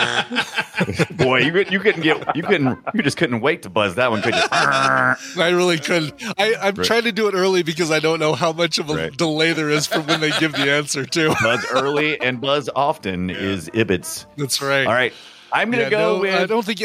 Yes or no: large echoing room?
no